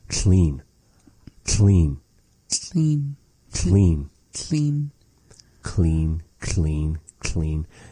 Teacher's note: It's sort of that you're still having the position of your tongue in the same general area of how we say that word clean, clean, mm-hmm. where we're combining this k and the l, but you want to hold it from the tip of the tongue at the roof of the mouth behind the front teeth